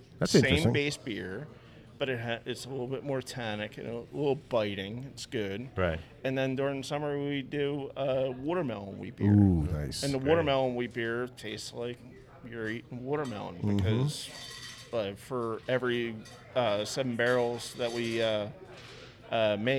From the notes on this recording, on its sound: Met up at Naked Brewing, in Huntingdon Valley, to record a planning session. We had a blast while enjoying many of the fine beers Naked Brewing had to offer.